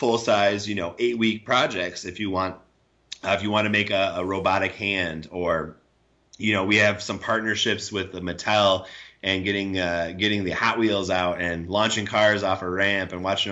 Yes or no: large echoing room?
no